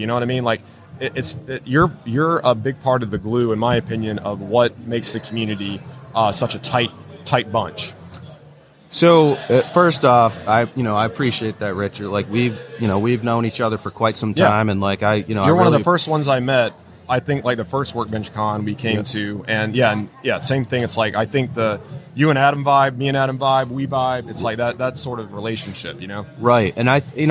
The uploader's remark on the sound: live episode of Organization Conversation, broadcast from WORKBENCHcon 2022